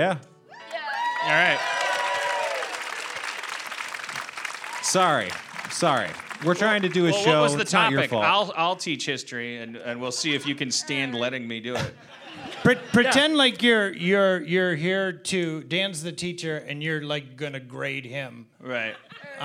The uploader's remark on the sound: Live from The Cradle of Aviation Museum in Long Island, NY